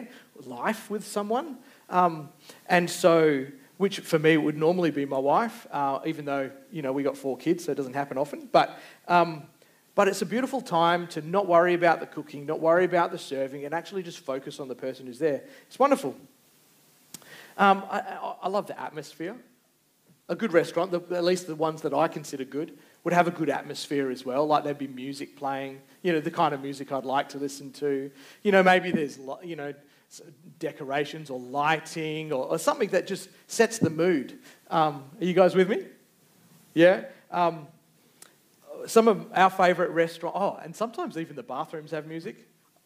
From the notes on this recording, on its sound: Recorded Live. Geraldton Baptist Church.